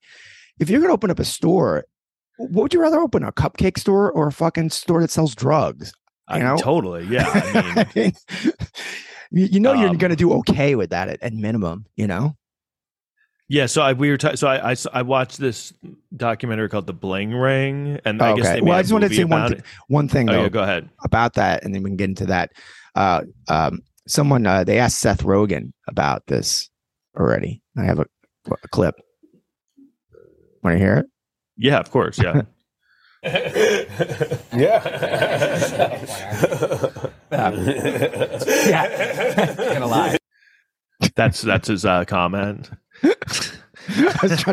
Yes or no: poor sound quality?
no